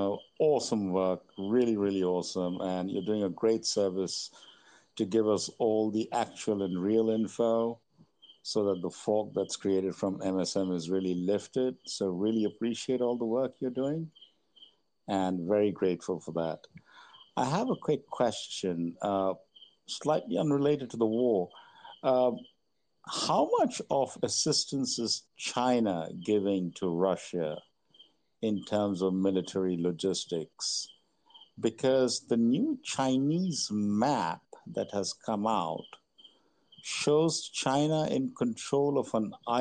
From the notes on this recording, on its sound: Recording of a live "X" Q&A Space